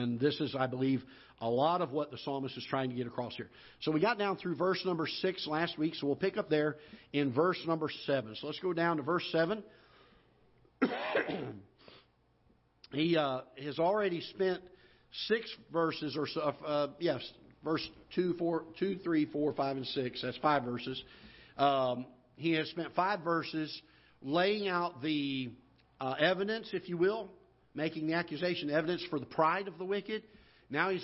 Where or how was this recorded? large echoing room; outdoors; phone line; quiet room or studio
large echoing room